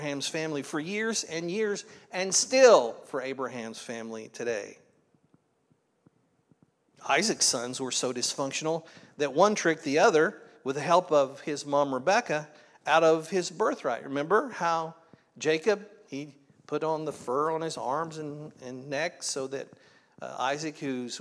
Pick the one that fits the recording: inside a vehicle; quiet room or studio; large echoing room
large echoing room